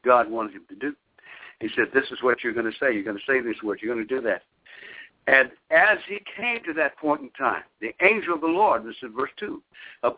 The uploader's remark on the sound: via conference call